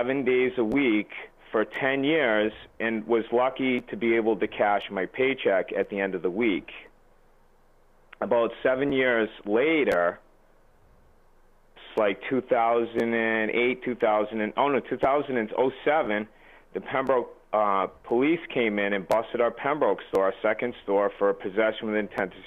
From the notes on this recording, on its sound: Phone call